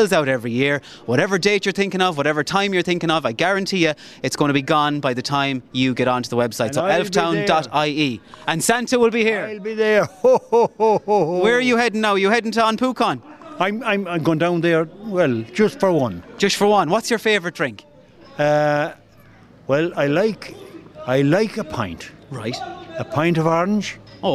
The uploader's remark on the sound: This episode is live from The Big Wheel at the Galway Christmas markets